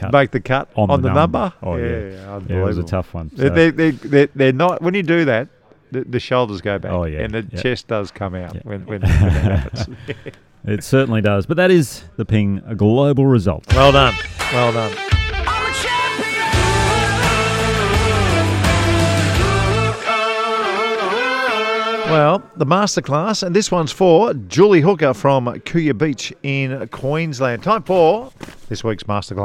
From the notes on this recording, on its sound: Today we're coming live from the famous Huntingdale Golf Club which is undergoing a huge redevelopment, we're in the lounge looking over piles of dirt with tractors and dump trucks everywhere